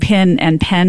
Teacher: So if I move to the South, I might start saying pin and pen more alike